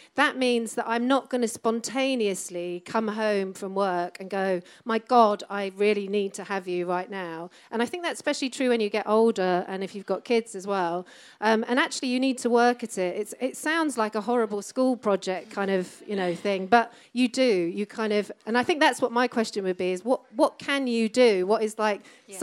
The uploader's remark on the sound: Live segments of the show recorded at Old St Records in Shoreditch.